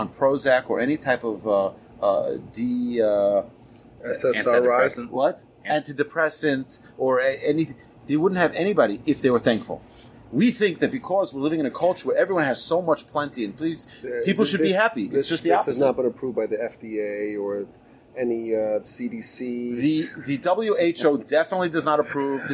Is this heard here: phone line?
no